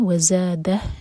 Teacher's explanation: ز buzzing sound کے ساتھ